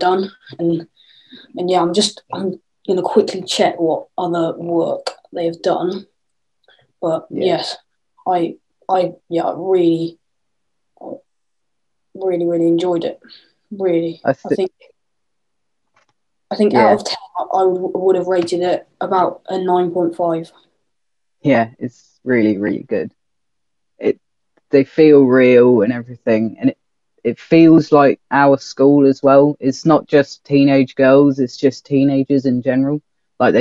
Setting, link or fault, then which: link, video call